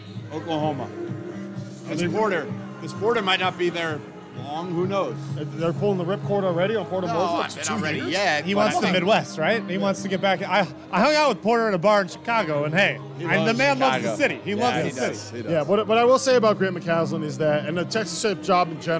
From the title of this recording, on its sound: live from Stadium Swim in Las Vegas!